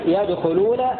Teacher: وقرأ باقي القراء بفتح الياء وضم الخاء مبنيا للفاعل